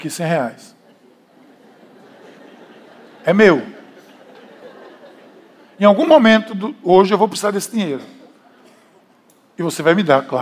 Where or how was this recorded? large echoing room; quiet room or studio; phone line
large echoing room